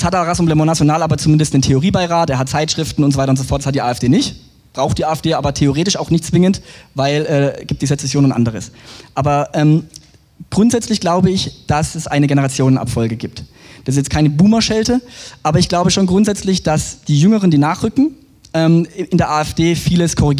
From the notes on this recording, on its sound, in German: Buchpräsentation. Auf dem IfS-Sommerfest 2023.